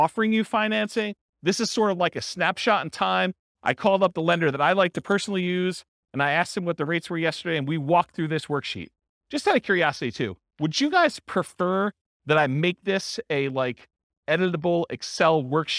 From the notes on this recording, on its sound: This was a live class recorded